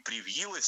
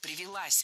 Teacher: Ударяем опять же последний слог. · Shown in: second take